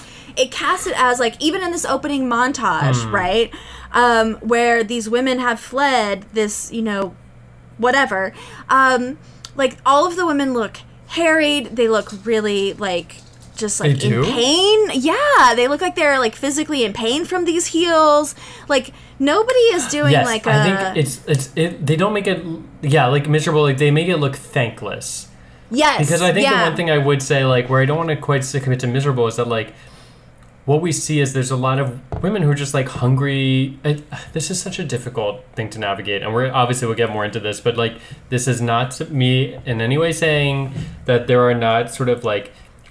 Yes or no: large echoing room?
no